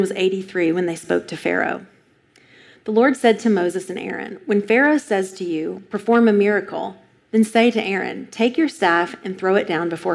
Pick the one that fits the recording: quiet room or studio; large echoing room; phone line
large echoing room